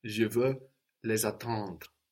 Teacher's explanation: the S is popping up again, activated by the vowel of attendre, and that S between vowels sounds like a Z